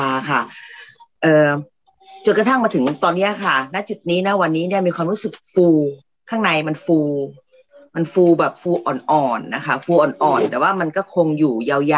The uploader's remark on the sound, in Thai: เป็น 1 ใน 3 คอร์สออนไลน์ (ผ่านโปรแกรม Zoom)